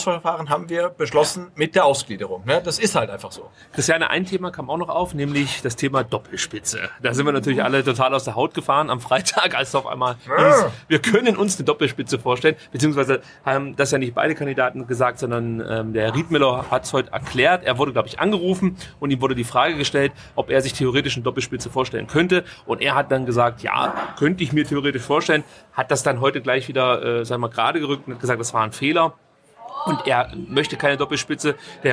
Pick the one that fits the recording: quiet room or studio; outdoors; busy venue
busy venue